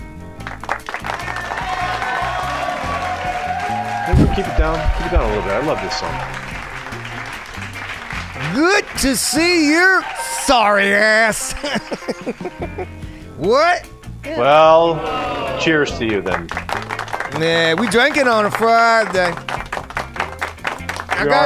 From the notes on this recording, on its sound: Live from Steve's every Friday!